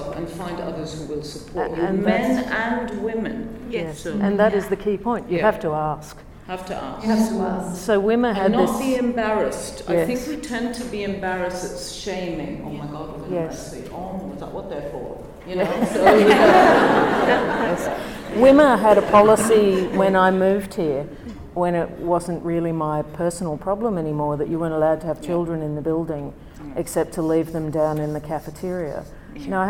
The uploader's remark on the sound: This event was held on Monday 11 February 2019 at the Westmead Education and Conference Centre in Westmead Hospital.